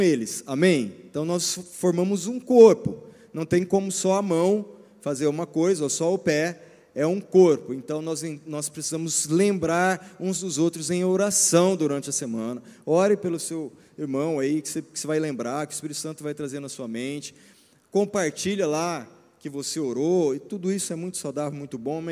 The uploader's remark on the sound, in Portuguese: Culto ao vivo 19FEV24